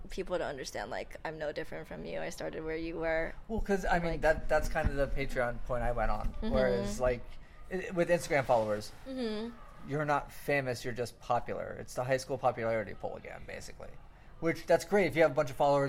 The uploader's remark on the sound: It was recorded during UCR Geekon in Riverside last weekend.